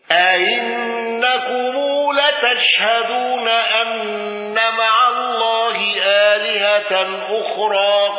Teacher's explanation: رويس بالتسهيل مع عدم الإدخال وقصر وتوسط المنفصل.